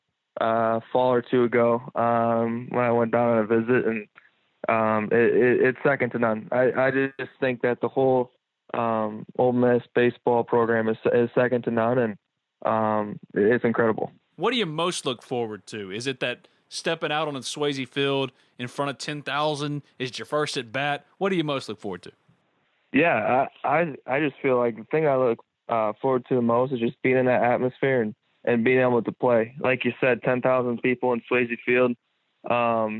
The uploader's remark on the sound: calls in on the Modern Woodmen phone line (21:19)